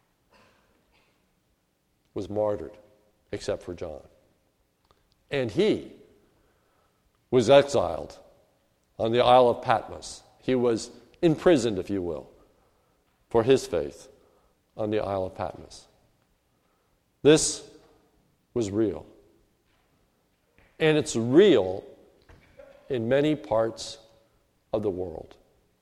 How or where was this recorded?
large echoing room